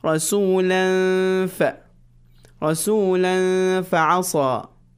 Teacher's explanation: So there is a ghunna here, a small, extension, a small med, very small, one beat or two beats maximum, and the nasal sound.